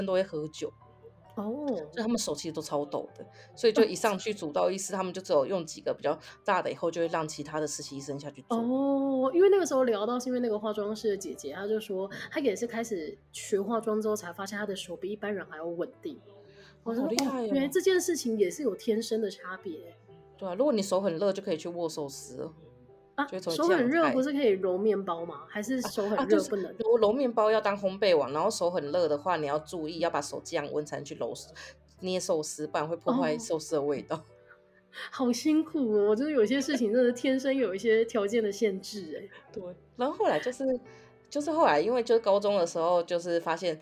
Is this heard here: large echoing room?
no